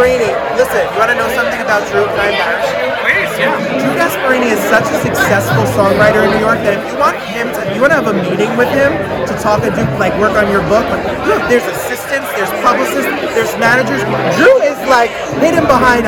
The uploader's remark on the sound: We were at the opening night party! It was loud so the sound is a little on the rowdy side.